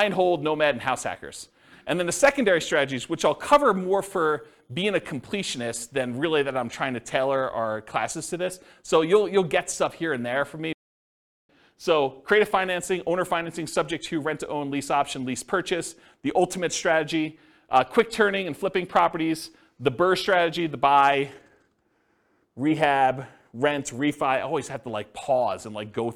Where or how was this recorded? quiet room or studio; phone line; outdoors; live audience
live audience